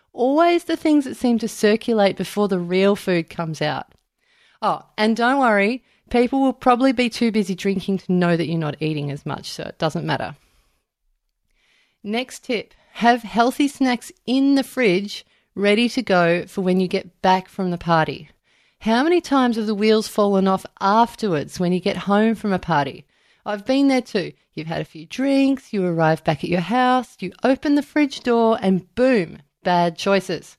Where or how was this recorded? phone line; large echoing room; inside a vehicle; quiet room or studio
quiet room or studio